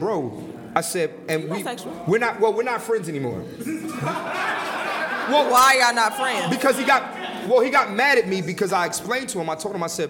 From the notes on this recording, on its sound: LIVE in Atlanta, Georgia.